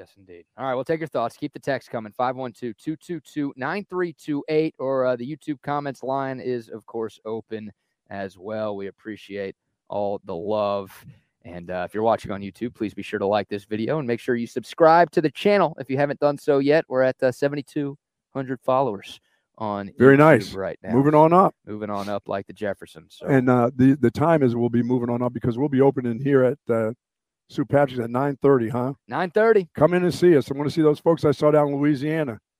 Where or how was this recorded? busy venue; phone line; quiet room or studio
busy venue